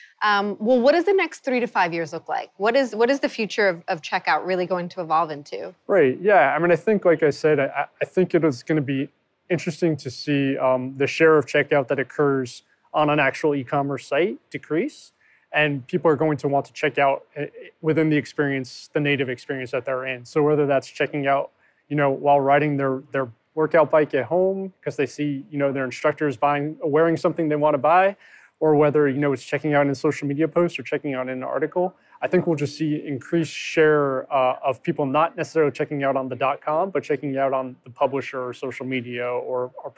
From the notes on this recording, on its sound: a live chat at NRF 2020